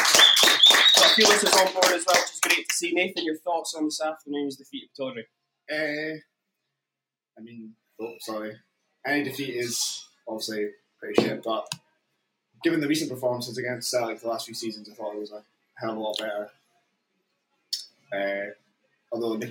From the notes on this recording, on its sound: ABZFP Live. In the bar at Siberia Bar & Hotel on Belmont Street, Aberdeen for a live version of the show.